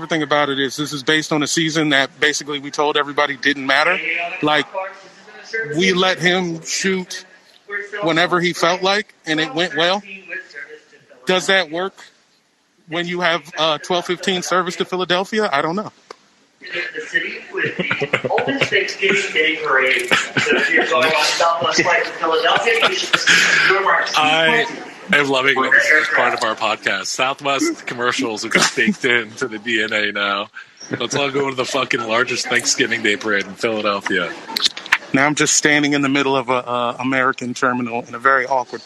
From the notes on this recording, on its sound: Live from the Nashville Airport. The buds do it live on the Locker Room App. Sits outside a Chili's in the Nashville airport.